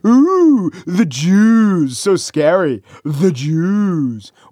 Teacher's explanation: add the faux scary vowel elongation